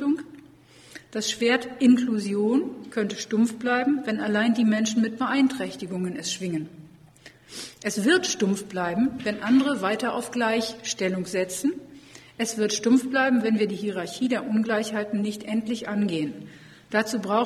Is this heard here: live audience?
yes